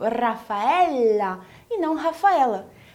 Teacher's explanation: em italiano se escreve com dois L's e por isso esse som do L vai ser um pouquinho mais longo